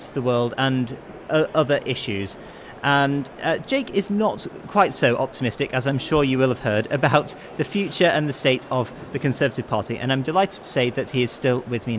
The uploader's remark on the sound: live at the Conservative Party Conference 2022